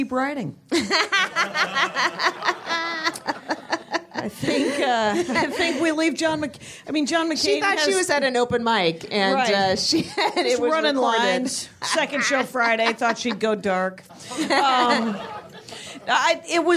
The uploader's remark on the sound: Recorded LIVE at Flapper's Burbank.